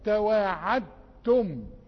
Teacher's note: الدال ملهاش اثر دخلت في الايه في التاء